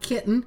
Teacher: Like with T glottalization, you kind of get rid of the vowel.